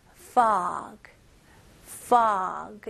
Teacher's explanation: 그리고 G 발음을 명확히 잘 해주셔야 되고요. 여기서는 이 O 발음, 이거는 입술이 동그래지면 안 되고요. 이게 턱이 내려가는 느낌으로